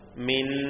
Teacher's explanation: സുക്കൂനുള്ള നൂനിനെ തൊട്ടടുത്തുള്ള ഹർക്കത്തുള്ള നൂനിലേക്ക് കൂട്ടി ലയിപ്പിച്ചു മണിച്ചുകൊണ്ട് ഉച്ചരിച്ചു. അപ്പൊ നമ്മൾ ഒറ്റ ശബ്ദമുള്ള നൂനിനെ മാത്രമേ ഇവിടെ ഉച്ചരിച്ചിട്ടുള്ളൂ. · Term: ഇദ്ഗാം കാമിൽ ബിഗുന്ന